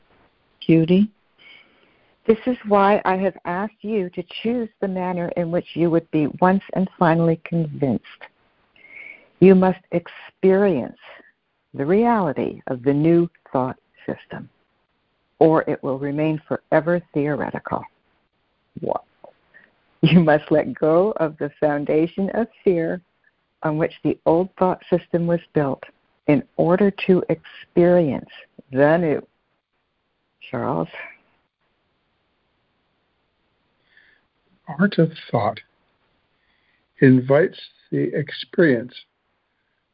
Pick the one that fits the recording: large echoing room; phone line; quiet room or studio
phone line